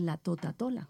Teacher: estoy cambiando el sonido de la K, que se escribe como C, por un sonido de la T · Term: sustitución